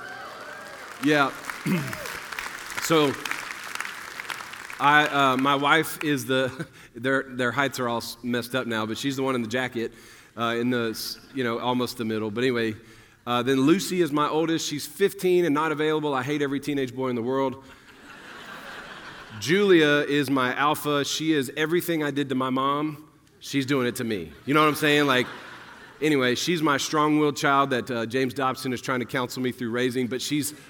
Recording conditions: live audience